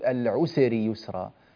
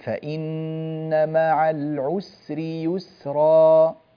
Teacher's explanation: ثبت السين، لا تقلقل السين · Shown in: second take · لا تقول العسر يسرا، فإن مع العسر يسرا.